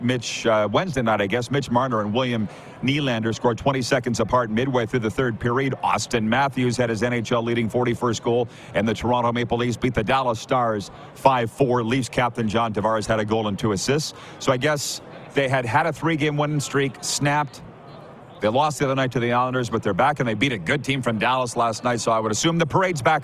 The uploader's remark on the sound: LIVE from Radio Row at Super Bowl in Las Vegas, Nevada!